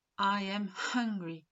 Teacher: J'insiste sur le H au début du mot hungry. En français, le H est muet. Ce n'est pas le cas en anglais et on doit bien l'entendre.